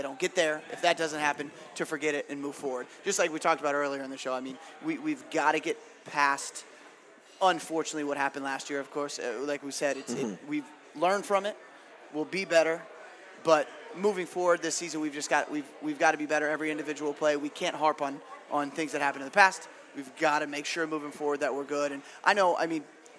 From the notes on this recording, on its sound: State Of The Empire LIVE from the Recovery Room Sports Bar and Grill.